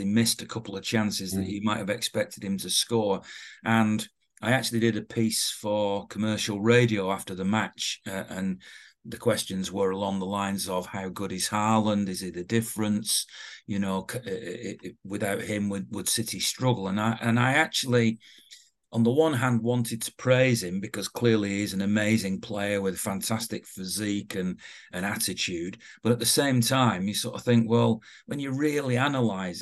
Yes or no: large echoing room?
no